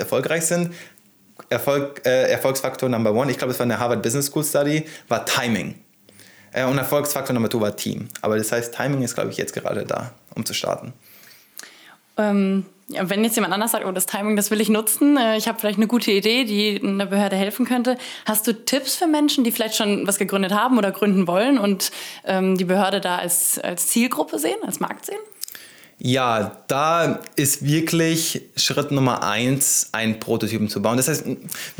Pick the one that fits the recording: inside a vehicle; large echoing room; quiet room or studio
quiet room or studio